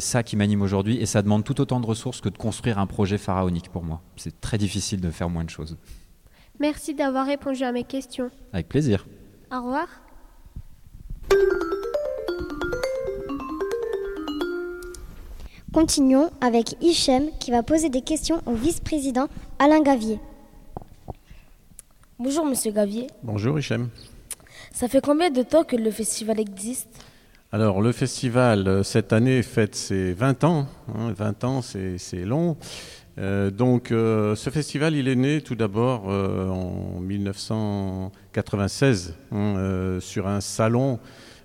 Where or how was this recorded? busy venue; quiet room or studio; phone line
busy venue